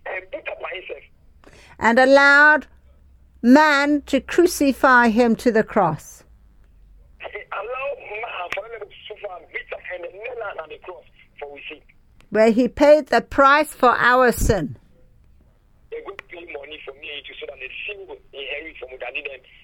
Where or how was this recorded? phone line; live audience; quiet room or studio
phone line